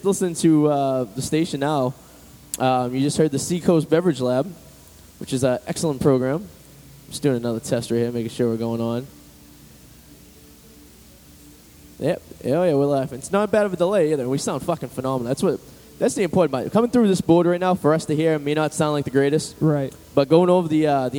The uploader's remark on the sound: First Live event broadcast from the Bar Room Boston MA. The whole gang is there. From Wicked Good Internet Radio.